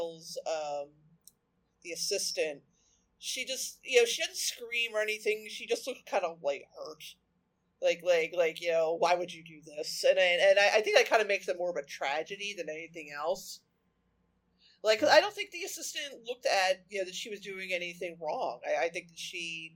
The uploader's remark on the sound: Quick warning: the audio isn't up to standard but I tried to make it work as much as I could.